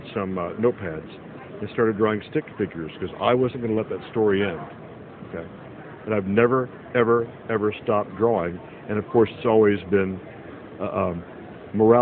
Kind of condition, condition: setting, busy venue